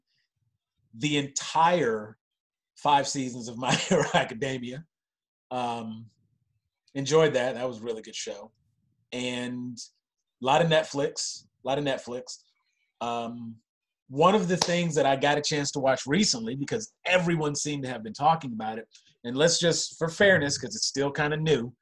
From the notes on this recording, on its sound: on a Zoom call